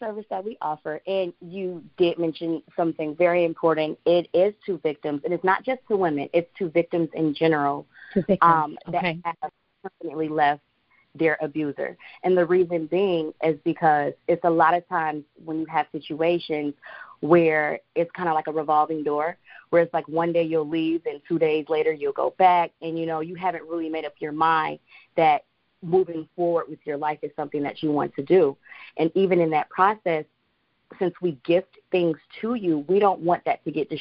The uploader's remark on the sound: On the phone w/ CEO & President of Rhianna's Treasured Gifts.